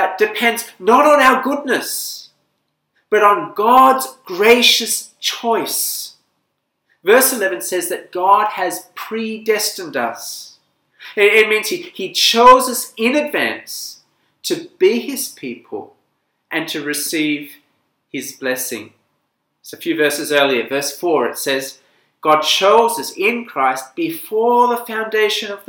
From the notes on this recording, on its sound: This sermon was preached at St Nicholas Home, Penang on 16th October 2020.